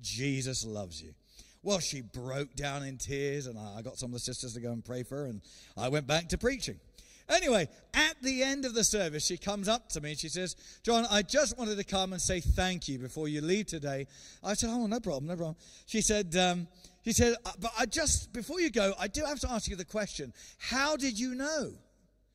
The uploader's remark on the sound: recorded Sunday 13 September 2020, 10:30am service.